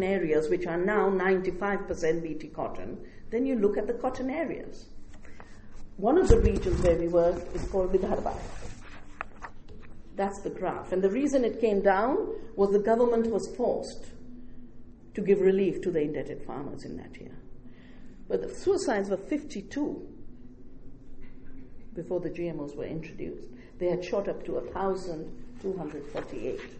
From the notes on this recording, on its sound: At the North Centennial Community Centre in Winnipeg, Manitoba, Canada at the invitation of a local collective known as Power House Producers in association with the Women’s and Gender Studies Students Association, and the University of Winnipeg’s Womyn’s Centre. For an audience of about a hundred people.